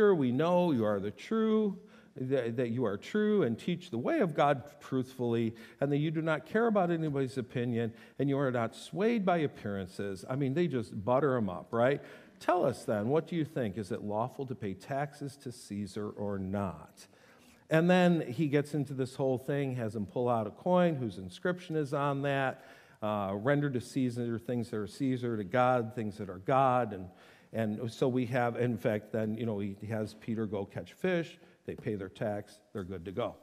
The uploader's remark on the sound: This teaching was delivered on Sunday, January 28, 2024 at SouthField Church.